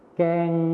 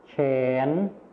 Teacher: ส่วนภาษาไทยถิ่นอีสานจะไม่มีคำควบกล้ำวอแหวนนะคะ